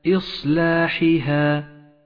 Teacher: ألف مرققة لأنها مسبوقة بحرف مرقق وهو اللام · Term: الألف المرققة